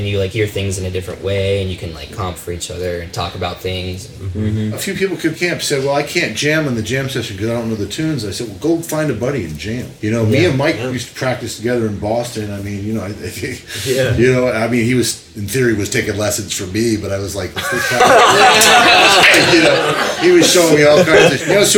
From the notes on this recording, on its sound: live at the 2015 Creative Strings Workshop in Columbus, OH.